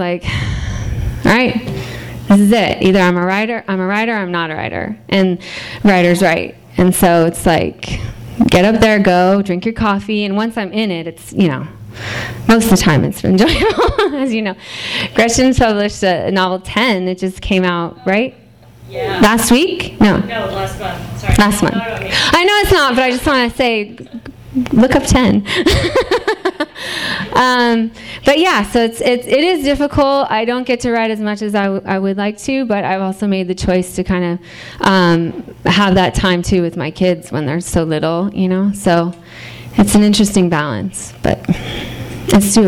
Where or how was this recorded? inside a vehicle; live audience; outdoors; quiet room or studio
live audience